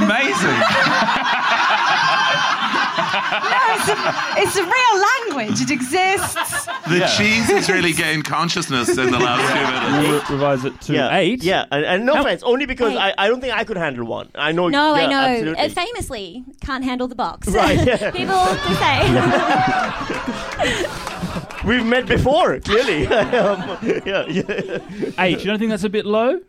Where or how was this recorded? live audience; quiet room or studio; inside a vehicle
live audience